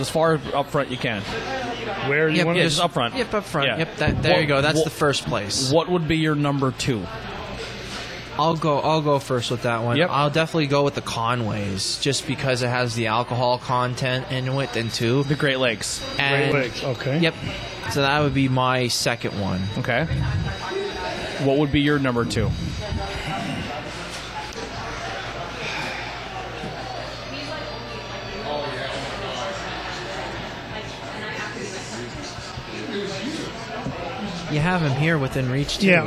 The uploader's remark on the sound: We are on location At Mcniffs In Mahanoy City